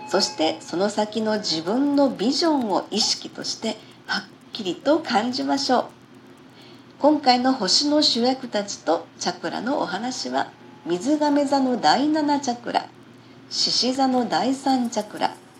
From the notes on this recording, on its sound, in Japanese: パソコン事情により、音声収録の方法がいつもと違い雑な感じですみません。エレクトーンの調律を工夫し創作、演奏。